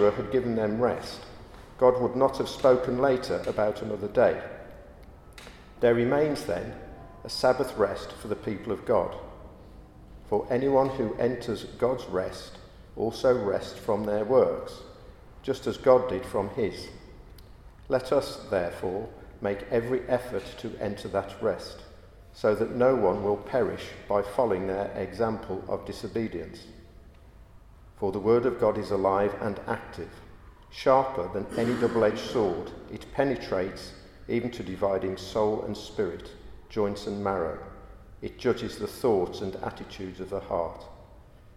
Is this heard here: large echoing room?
yes